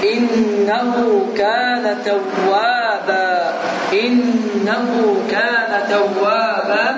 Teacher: Eğer sözün sonunda el olarsa bu zaman qari bu sözü telaffuz ettiği zaman en diyerek yok, e diyerek ve iki erke miktarında uzatmakla telaffuz edin.